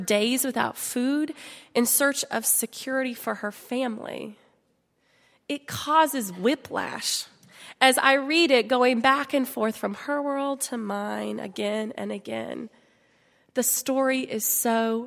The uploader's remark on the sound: at Highland Baptist Church.